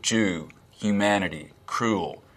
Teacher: Tennessee accents and Southern accents in general have something called goose fronting.